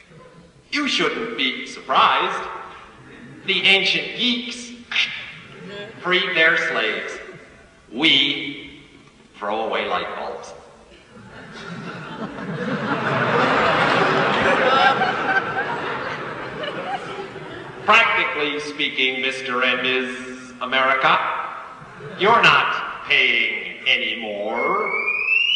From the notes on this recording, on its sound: Live at Royce Hall, UCLA.